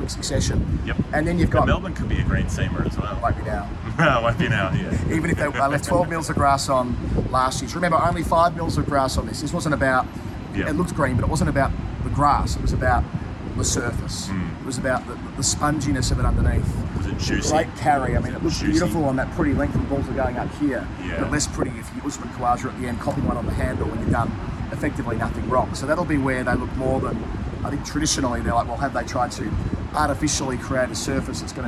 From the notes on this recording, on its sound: Forgive the wind sound, we're still working on the audio set-up for these.